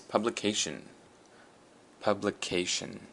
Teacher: the emphasis is on the K, the sound K, that is, not the letter K, the C-A.